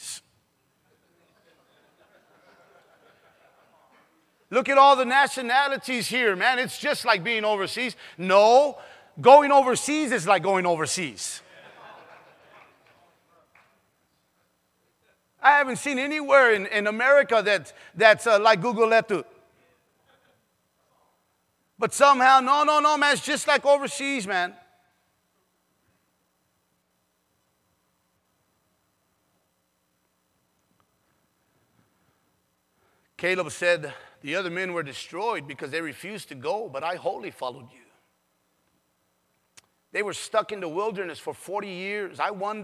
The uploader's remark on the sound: PREACHED IN SAN ANTONIO TX